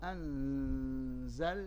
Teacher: ضروري أن الإنسان يظهر اللام ويظهر النون في آن واحد